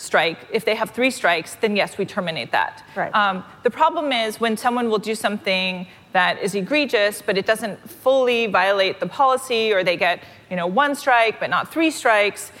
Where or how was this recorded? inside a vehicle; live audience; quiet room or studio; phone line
live audience